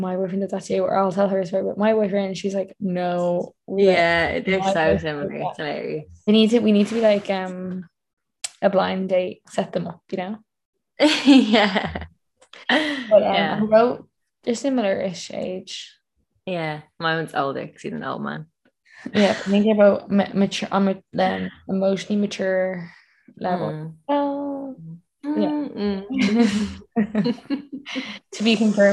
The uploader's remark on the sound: AGAIN over zoom but we promise this is only temporary for a little while longer. We've found a solution for our shit quality sound and camera.